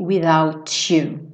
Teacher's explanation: uma palavra que termina em T seguido de you ou your, o T vira cha-cha-cha.